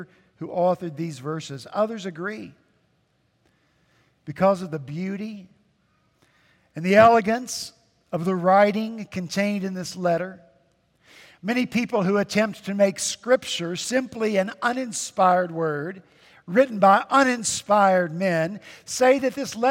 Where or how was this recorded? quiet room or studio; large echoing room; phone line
large echoing room